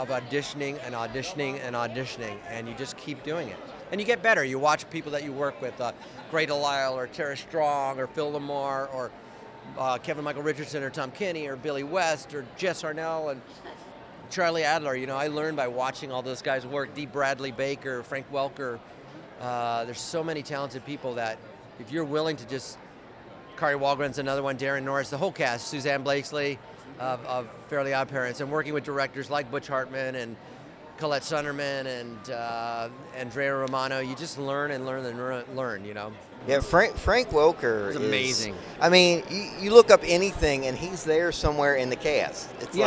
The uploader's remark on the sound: Interview at Lexington Comic Con 2017. This is the MediaMites podcast interview at Lexington Comic Con in Lexington Kentucky.